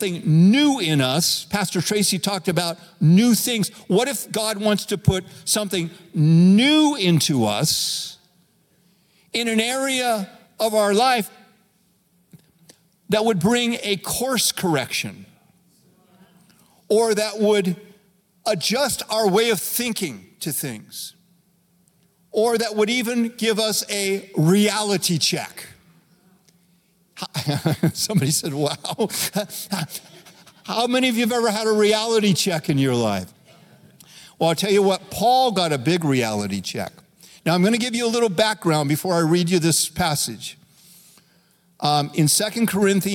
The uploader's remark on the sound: Recorded live at Capital Church in Meridian, Idaho